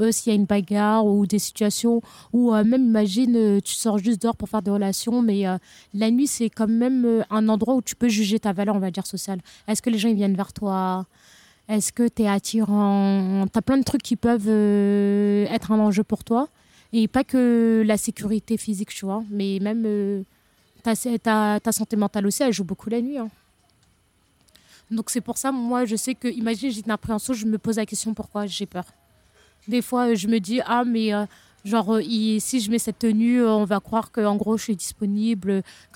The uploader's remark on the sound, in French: Merci au café Creime (Paris 9e) de m'avoir laissé un espace pour enregistrer mes interviews.